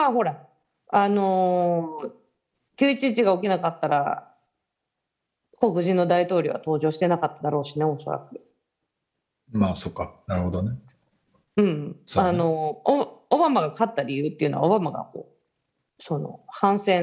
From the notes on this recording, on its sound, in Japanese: 本収録はビデオ会議サービス「Zoom」を使用し。一部聞き取りづらい箇所があります。